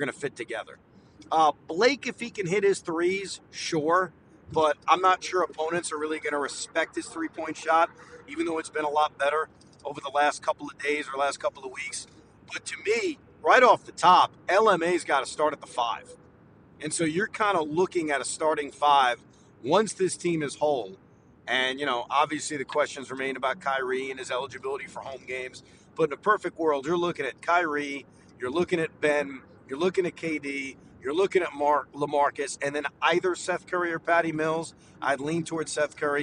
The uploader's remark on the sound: While driving home from Barclays Center.